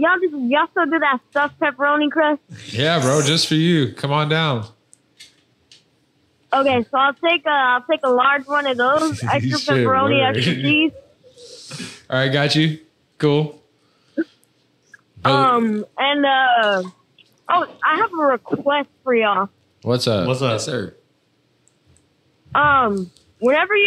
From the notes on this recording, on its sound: live call-in giveaway segment